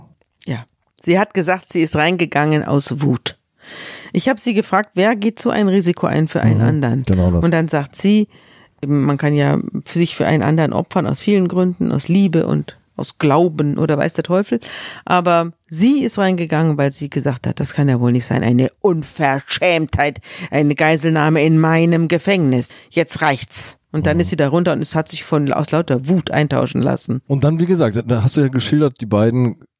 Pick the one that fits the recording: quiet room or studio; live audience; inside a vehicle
quiet room or studio